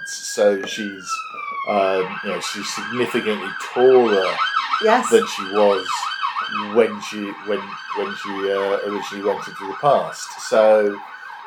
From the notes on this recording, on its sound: Apologies for the sound: it was incredibly hot in the kitchen in Hove so we recorded with the window open, so there is some traffic noise in the background.